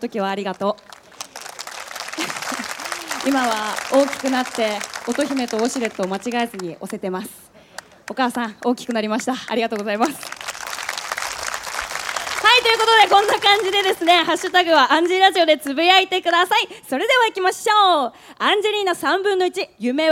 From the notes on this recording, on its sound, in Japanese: ららぽーと豊洲での初の公開収録の模様をお届け！